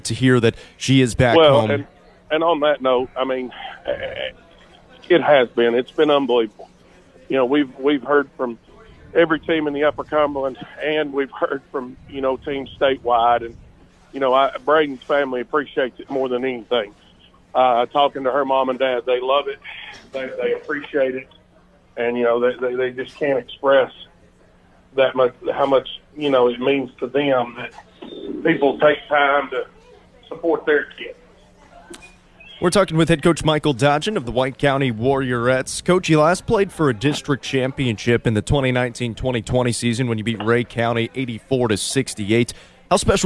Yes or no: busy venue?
yes